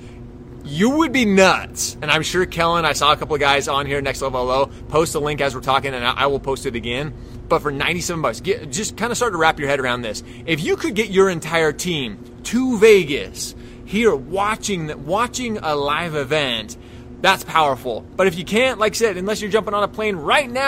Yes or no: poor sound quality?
no